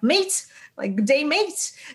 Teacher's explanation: Например, очень любимое австралийцами слово mate, like day mate, вот этот звук, они его произносят более открытым, то есть буквально челюсть нижняя больше открывается. Получается что-то похожее на mate, нежели mate.